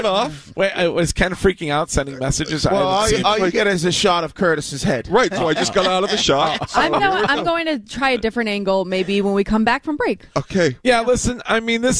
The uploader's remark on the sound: Live from Jet Blue Park in Fort Meyers for Red Sox Spring Training!